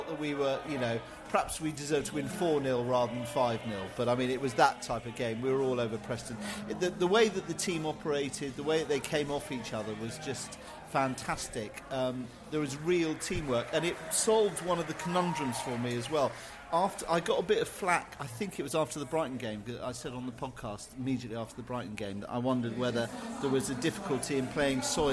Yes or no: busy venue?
yes